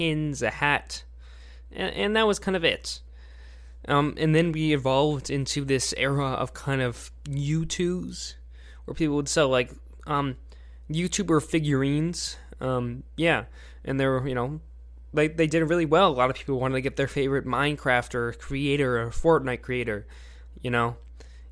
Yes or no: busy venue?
no